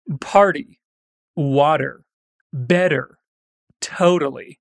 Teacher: As palavras party, water, better e totally, embora sejam escritas com T, são pronunciadas com o som de R. Em inglês, geralmente quando temos a letra T entre duas vogais, como em water, ou temos um T depois de um R e antes de uma vogal, como em party, ela pode ser pronunciada com um som de R.